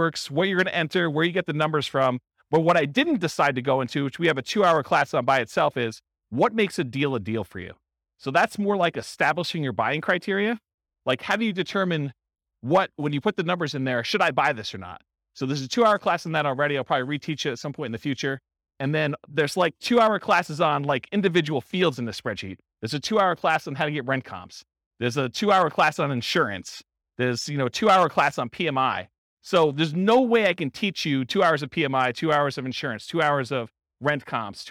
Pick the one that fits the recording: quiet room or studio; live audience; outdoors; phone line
live audience